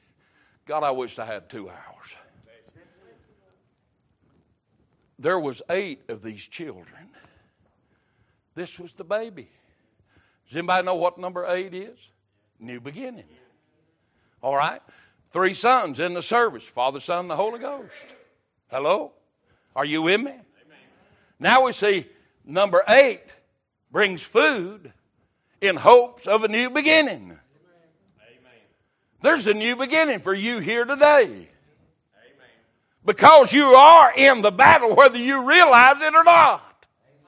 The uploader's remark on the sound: Sunday Morning Service